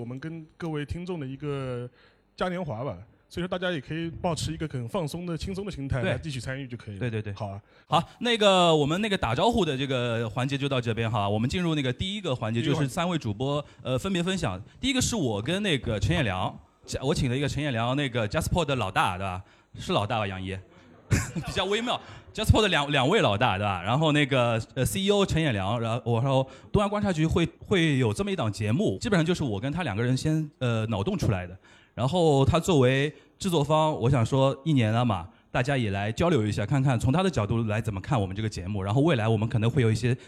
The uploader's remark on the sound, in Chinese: 6月20日下午《东亚观察局》联合JustPod举办了节目上线一周年感谢祭活动，100名节目听友来到现场，听三位主播的特别分享并且提问互动